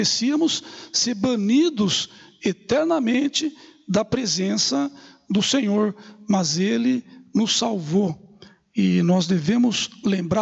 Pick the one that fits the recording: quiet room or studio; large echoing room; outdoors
large echoing room